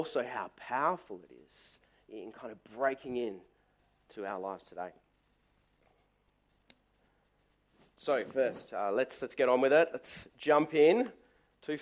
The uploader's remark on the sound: Service recorded live at Morley Baptist Church